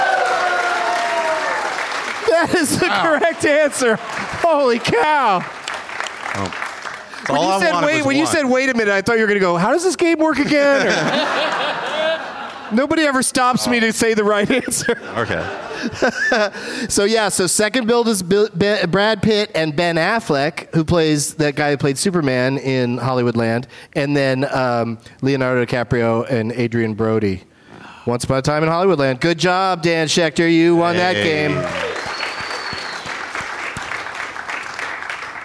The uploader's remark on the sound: Live from the Old Town Playhouse as part of the Traverse City Film Festival